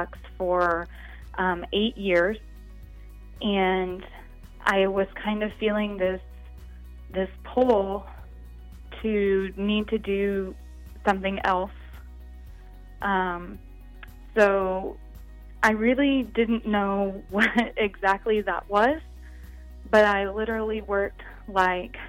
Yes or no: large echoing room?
no